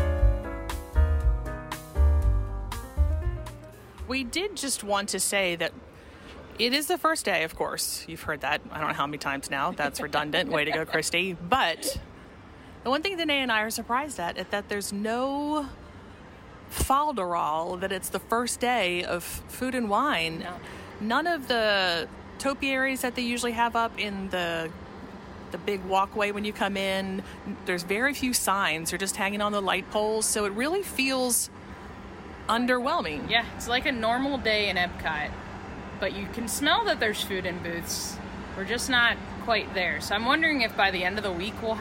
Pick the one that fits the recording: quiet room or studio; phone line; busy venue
busy venue